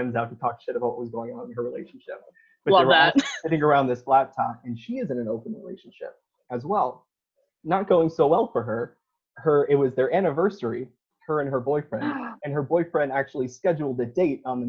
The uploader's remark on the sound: The girls finally figure out technology and have their first ever zoom date.